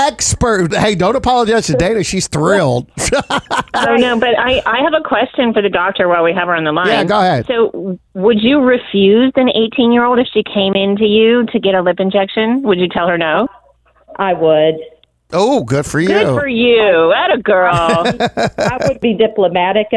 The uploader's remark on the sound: called his doctor